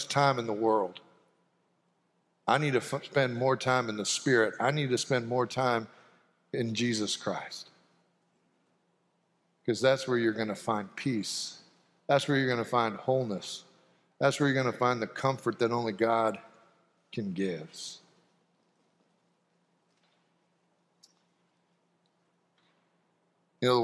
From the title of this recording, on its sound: Sanctuary Service